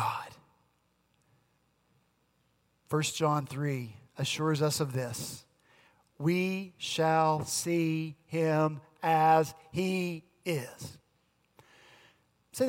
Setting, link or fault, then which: setting, large echoing room